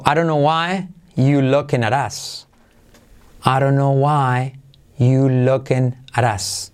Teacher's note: Why you are looking, se cae el R y queda you looking.